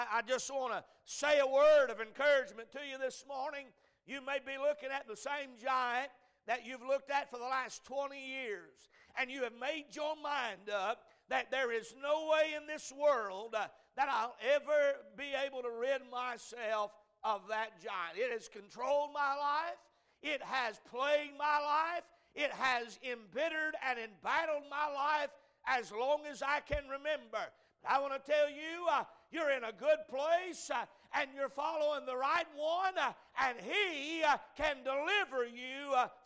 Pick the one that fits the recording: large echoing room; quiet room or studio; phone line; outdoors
large echoing room